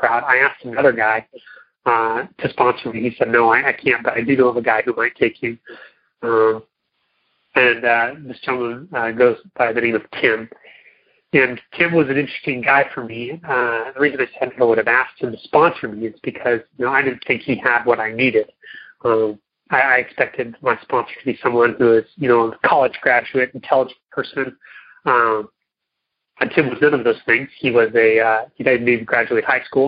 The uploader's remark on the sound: Monday Noon Phone Speakers Series